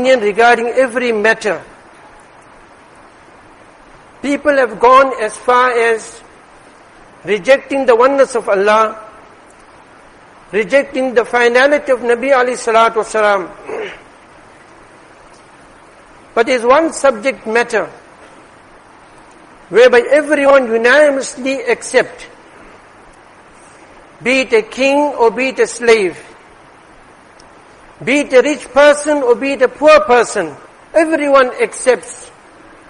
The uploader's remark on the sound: Jumuah lecture